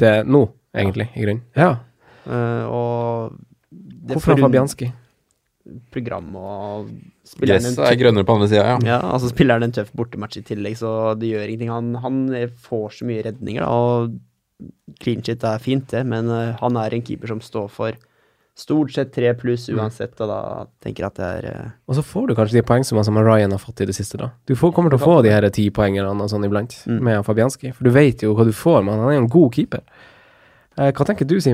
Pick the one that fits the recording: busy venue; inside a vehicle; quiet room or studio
quiet room or studio